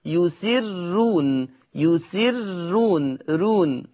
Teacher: لأن هذه الراء مضمومة ومسبوقة بكسر فيقرأ ورش بالترقيق · Term: بترقيق الراء